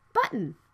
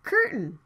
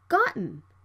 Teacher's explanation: The T and N sounds meet together. You need to stop the T sound and move to the N sound right away. · Term: unreleased